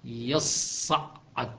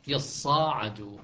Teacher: فحفص يشدد الصاد والعين، يصعد. شعبة لما أتى بألف بعد لا يسوغ التشديد، يصاعد، بعد العين تكون خفيفة مفتوحة من غير تشديد.